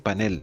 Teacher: Debe escribirse y pronunciarse panel, porque es una palabra aguda cuya fuerza de entonación está en la última sílaba. Por lo tanto, debe evitarse la grafía panel, con tilde en la A, así como la pronunciación grave panel, propia de la raíz de origen en inglés.